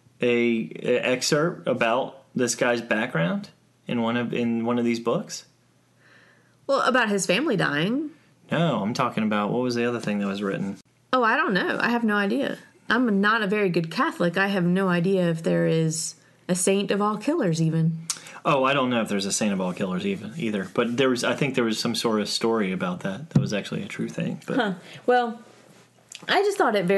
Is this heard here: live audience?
no